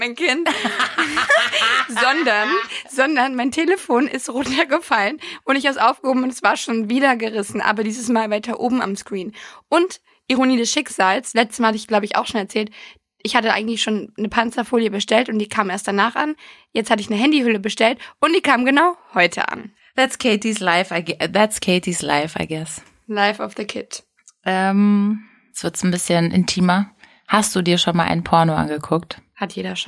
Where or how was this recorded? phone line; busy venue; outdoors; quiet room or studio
quiet room or studio